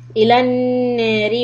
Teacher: وَلَا عَبْدٌ مُؤْمِنٌ إِظْهَار خَيْرٌ مِّن إِدْغَام بِدْغُنَّ خَيْرٌ مِّن مُشْرِكٍ إِدْغَام بِدْغُنَّ وَلَوْ أَعْجَبَكُمْ أُولَئِكَ يَدْعُونَ قَلْقَلَ أَنْدَال إِلَى النَّارِ. If you continue, then the raw is soft. If you need to stop, then make it heavy. إِلَى النَّارِ وَاللَّهُ يَدْعُو.